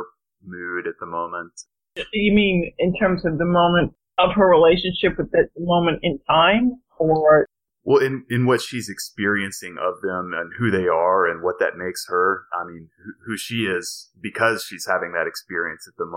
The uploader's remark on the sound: This discussion first appeared in our Not School Group. As an early recording, please bear with the sound quality.